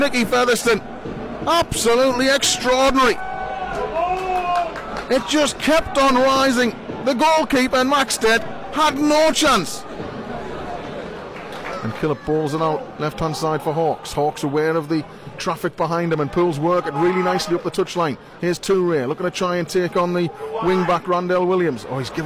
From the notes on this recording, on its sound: Listen back to how the goals sounded as they went in live on our Official Website commentary as Pools fought back for an FA Cup draw at Exeter.